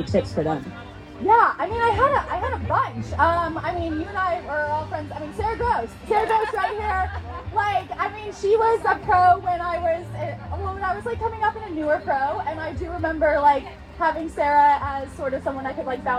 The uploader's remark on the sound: LIVE from USAT Age Group Nationals and the PTO U.S. Open. From the Expo at USAT Nationals.